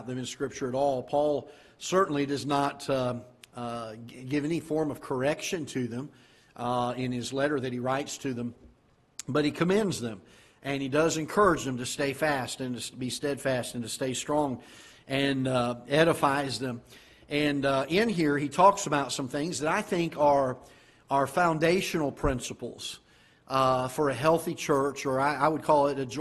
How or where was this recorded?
large echoing room